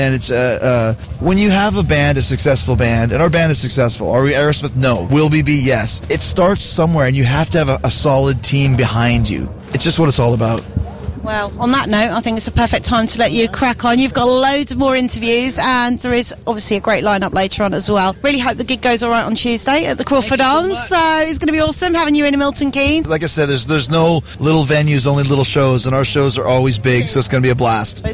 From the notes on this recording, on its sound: backstage at Download Festival